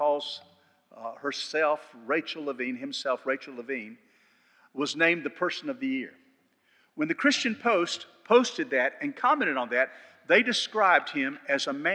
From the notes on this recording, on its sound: This sermon was delivered on January 8, 2023 at First Baptist Church Hendersonville, NC.